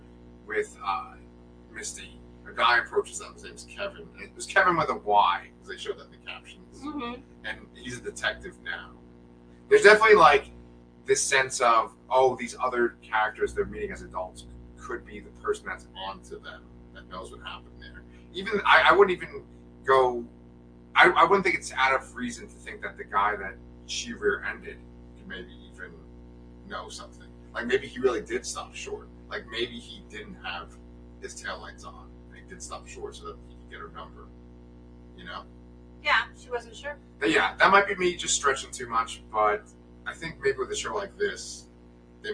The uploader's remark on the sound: LIVE REVIEW (with added buzzing noise!).